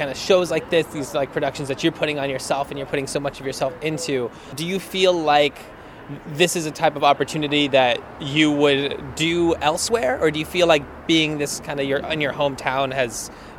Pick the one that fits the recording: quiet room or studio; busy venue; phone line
busy venue